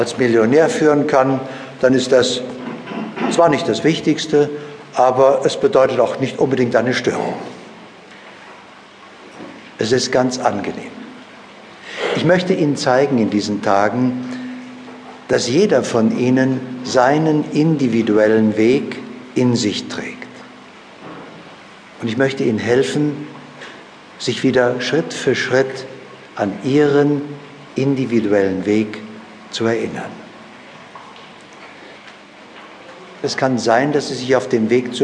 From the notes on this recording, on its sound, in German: Seminar-Live-Hörbuch.